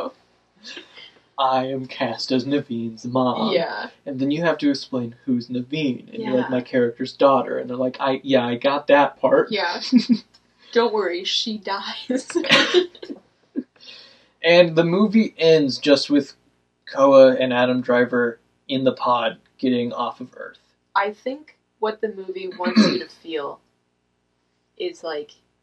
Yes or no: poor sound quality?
yes